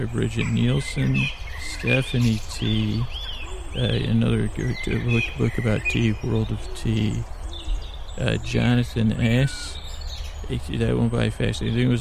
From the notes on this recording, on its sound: This episode was recorded on location (starts 14:30) and contains ambient noises like birds and moss scratching, as well as me walking.